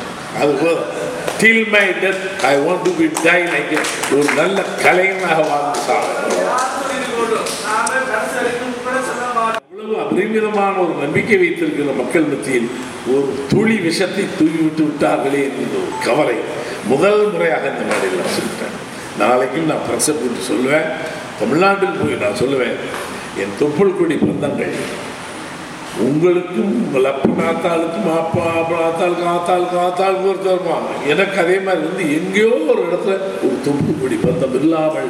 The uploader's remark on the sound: speech at Batticaloa event